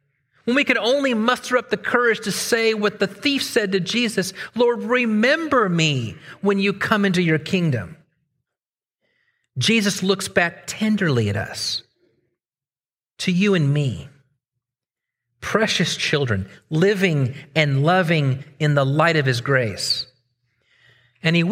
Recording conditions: large echoing room